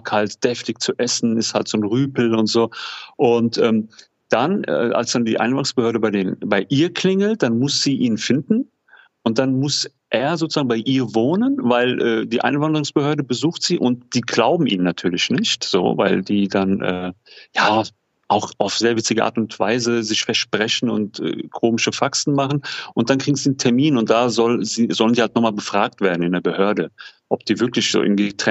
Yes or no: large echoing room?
no